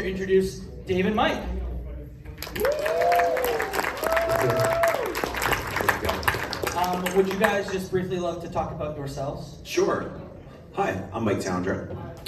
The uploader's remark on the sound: Recorded live. Video Game Trivia Live returns to PAX West! At the Seattle Convention Centre. There’s one section that relies on visual aids.